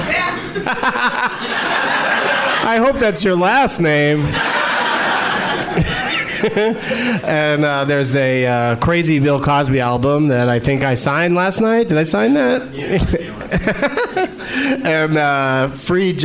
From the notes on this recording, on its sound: Live from the Helium Comedy Club in Philadelphia